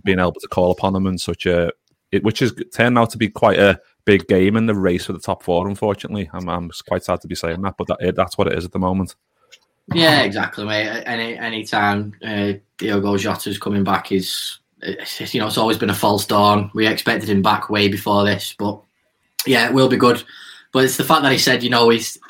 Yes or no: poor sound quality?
no